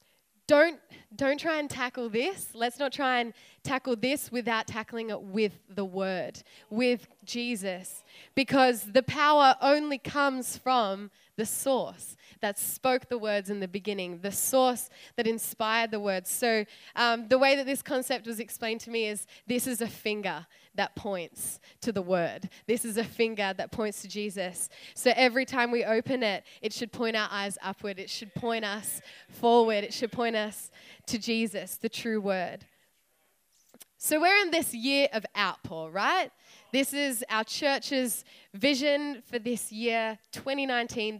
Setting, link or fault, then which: setting, live audience